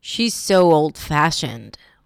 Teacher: The stress was on fashioned.